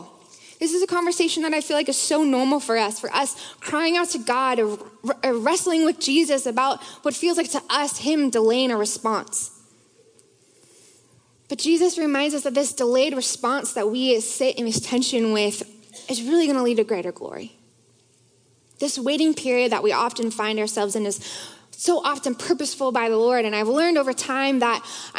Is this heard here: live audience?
yes